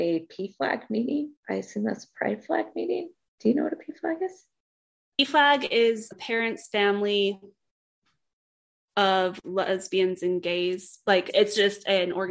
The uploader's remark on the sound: Our first ever LIVE episode while participating in the Affirmation Connections Virtual Summit. We were able to have our first ever LIVE episode while participating in the Affirmation Connections Virtual Summit.